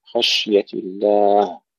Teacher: الشين الساكنة أيضا ننتبه أن لا نقلقلها وإنما نهمسها مع التفشي